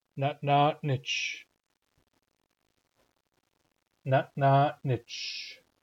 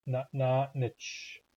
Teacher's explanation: This word, natnatnich, has 3 glottalized ends, and if you're doing them right, they should be clearly audible.